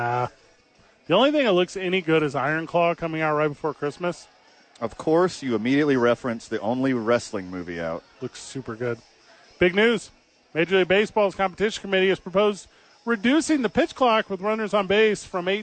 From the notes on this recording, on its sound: live from ABQ AXE!